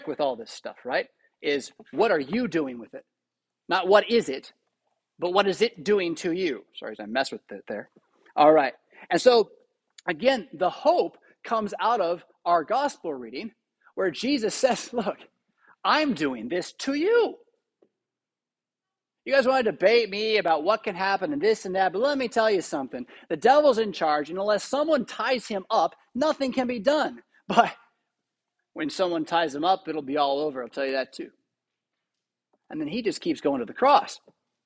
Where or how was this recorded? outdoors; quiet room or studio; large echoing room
large echoing room